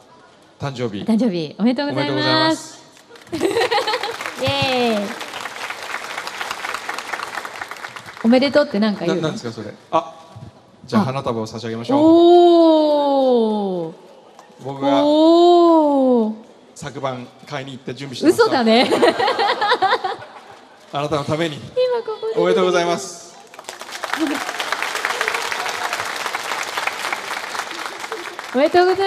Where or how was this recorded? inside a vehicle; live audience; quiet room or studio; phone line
live audience